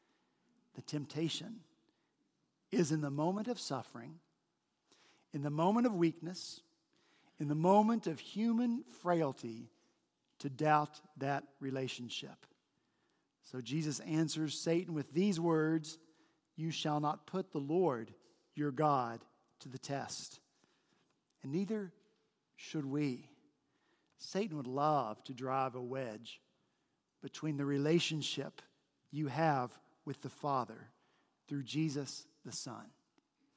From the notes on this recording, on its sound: On Palm Sunday last week at Redeemer Presbyterian Church in Charleston, SC